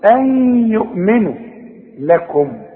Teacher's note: نون بعدها ياء حكمها ايه؟ ادغام. ادغام بغنة. نون بعدها ياء اغن، اوعى تنسى الغنة.